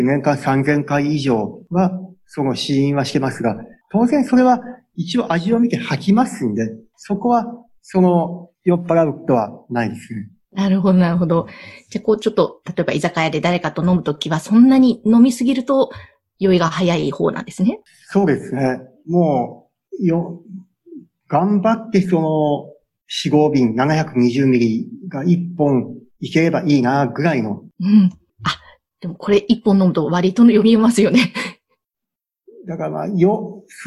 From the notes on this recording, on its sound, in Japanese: Zoom・オンラインでインタビュー収録をしています。